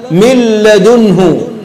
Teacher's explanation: ادغام بغير غنه. من لدنه تنطق اللام مشدده من غير غنه ومن غير ما تركن عليها، بس تعطيها زمن المشدد بس